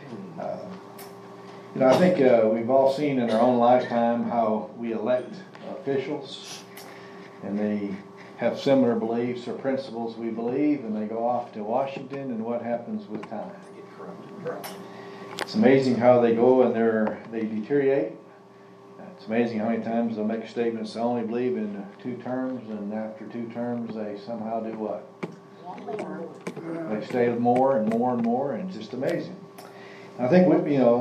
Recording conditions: live audience